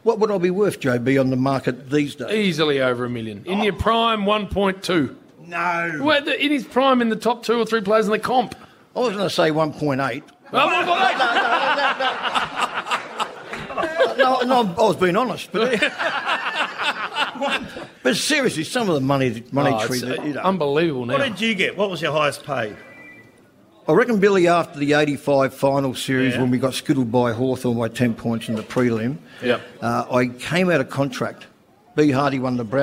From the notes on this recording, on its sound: The Rush Hour Live From Melton Entertainment Park. Live at Melton Entertainment Park for the Rush Hour's Mad Month.